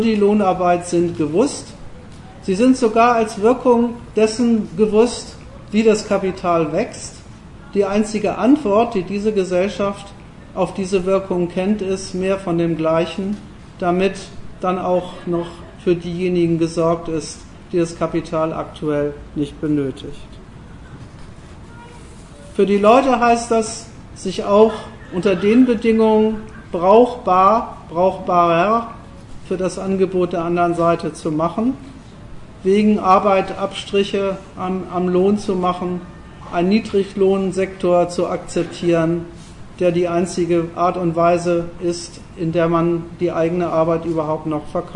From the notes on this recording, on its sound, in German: Die Aufzeichnung eines Vortrages in Frankfurt, ergänzt um eine Diskussion anlässlich eines Vortrages zum Thema in Münster.